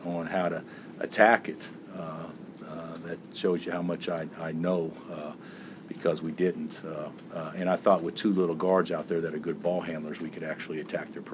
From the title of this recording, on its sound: Press Conferences & Post-Game Interviews